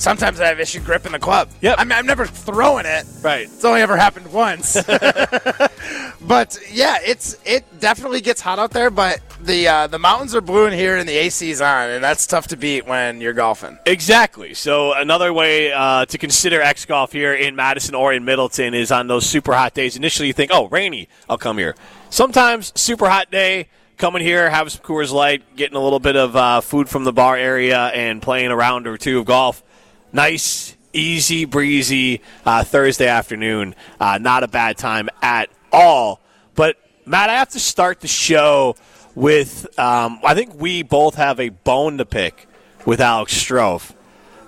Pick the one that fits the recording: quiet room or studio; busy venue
busy venue